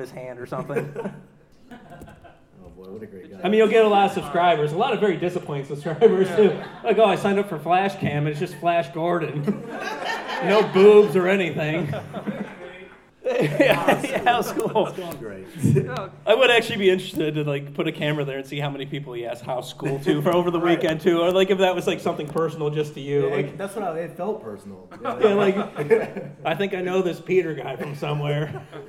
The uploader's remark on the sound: Colossal Con Street Interviews. One of our panels was our patented street interviews, and boy what a doozey! Recorded live in front of a live audience, we had a chance to talk to many interesting people.